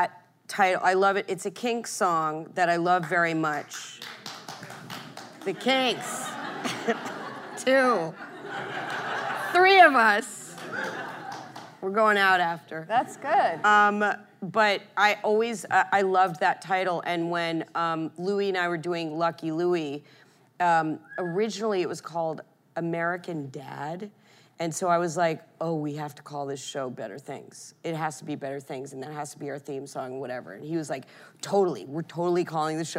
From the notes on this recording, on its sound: The conversation was recorded on Nov 2, 2016 in front of a live audience at New York's 92nd Street Y.